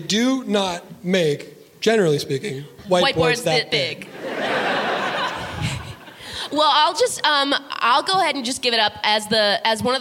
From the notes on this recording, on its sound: LIVE at SF Sketchfest 2023. Recorded live at San Fransisco Sketchfest in January of 2023 at the Great Star Theater.